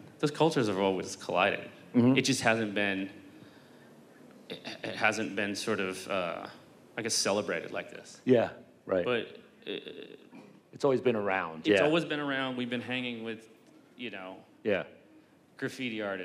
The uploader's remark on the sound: In this live recording